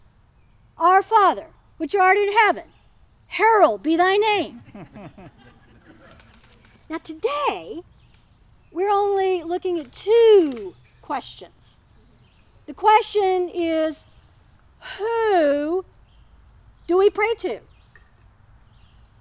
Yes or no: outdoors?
yes